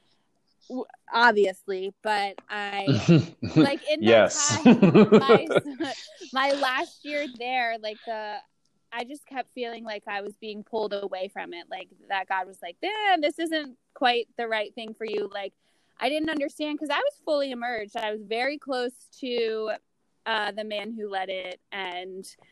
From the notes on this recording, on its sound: in this episode i have technical difficulties (again)